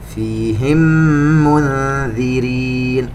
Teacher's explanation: النون عند الذال إخفاء، طبعا هنا غنة الإخفاء مرققة لأن الذال من أحرف الاستفال